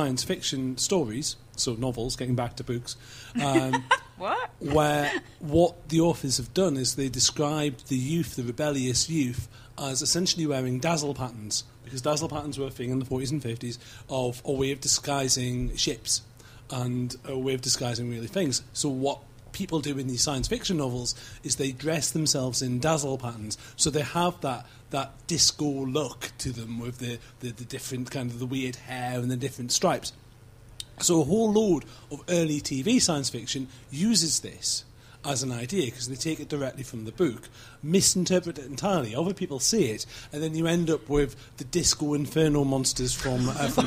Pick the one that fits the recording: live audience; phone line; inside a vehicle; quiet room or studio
live audience